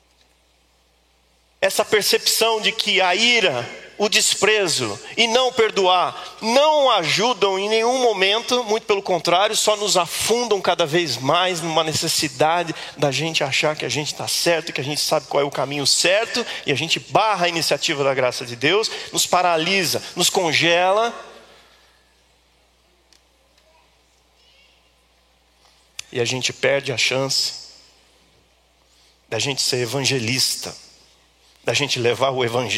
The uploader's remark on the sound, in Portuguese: Culto ao vivo IBMorumbi